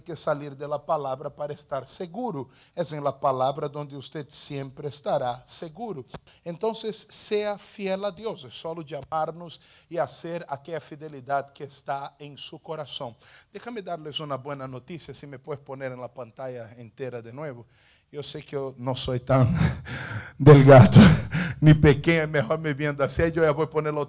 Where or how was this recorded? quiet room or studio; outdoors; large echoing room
large echoing room